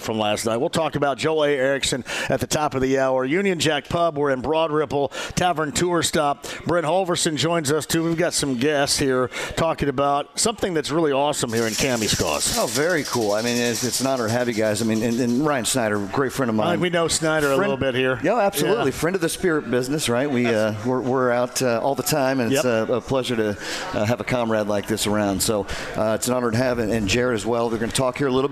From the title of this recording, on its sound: Live From Union Jack Pub